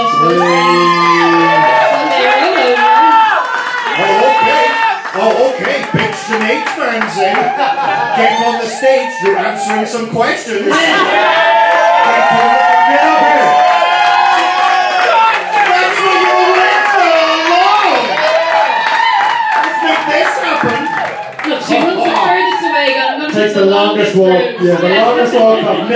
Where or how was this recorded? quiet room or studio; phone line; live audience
live audience